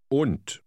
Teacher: the D at the end is pronounced like T